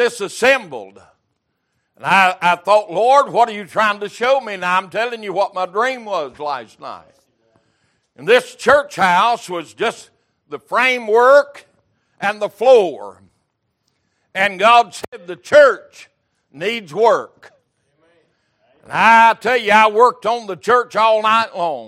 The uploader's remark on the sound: Recorded February 5, 2023 - Sunday Morning Service